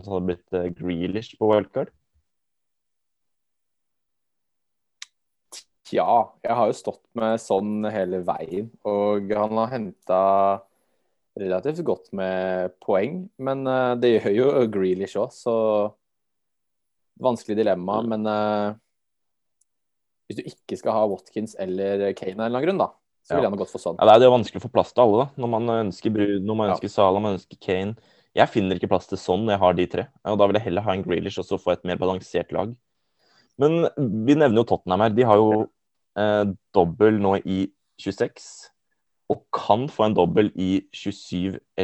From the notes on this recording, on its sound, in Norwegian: Gutta sitter i zoom studio